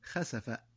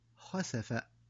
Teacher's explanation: والنطق الصحيح هو خسف بتفخيم الخاء · Shown in: second take